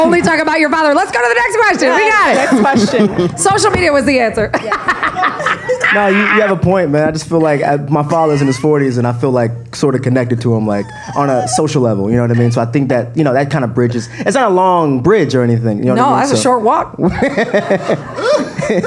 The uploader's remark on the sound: Recorded live at #SXSW in Austin, Texas.